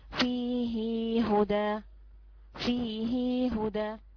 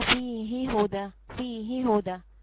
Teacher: وعرفنا بيصلها بياء لأن حركة الهاء مكسورة · Shown in: first take · Term: بالصلة